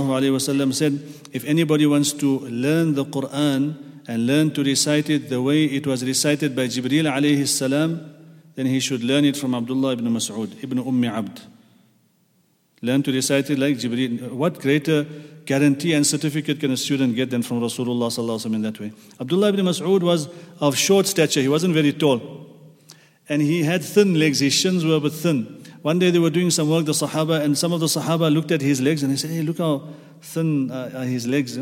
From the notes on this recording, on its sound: at the Houghton Masjid (West Street)